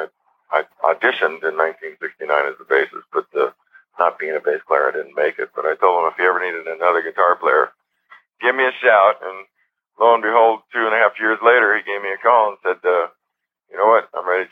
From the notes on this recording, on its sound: This interview was recorded and broadcast on the radio in 2008. Joined me by telephone.